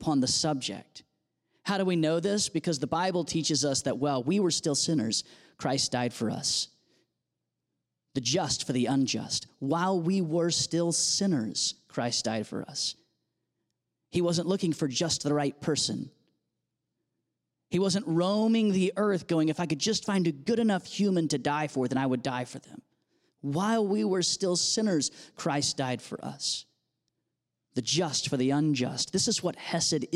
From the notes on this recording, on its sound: audio from New City Church in Champaign-Urbana, IL